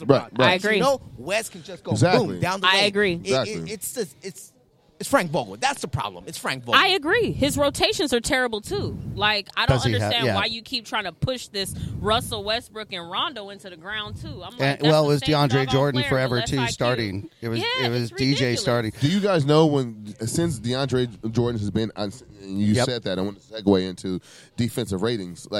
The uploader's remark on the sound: LIVE - From DragonFly Hollywood. The guys are live at Club Dragonfly in Hollywood, California.